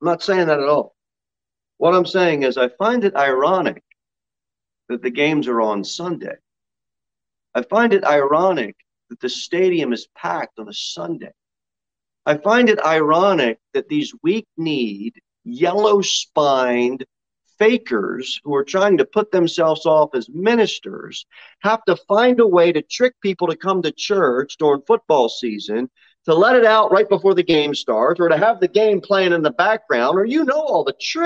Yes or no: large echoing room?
yes